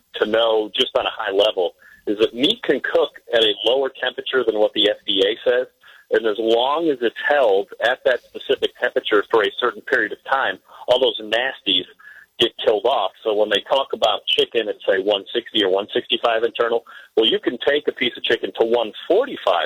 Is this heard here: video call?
no